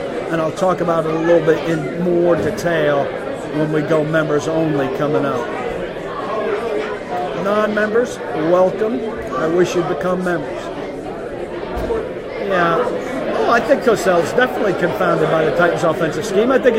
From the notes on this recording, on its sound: live from the Doghouse Saloon in Nashville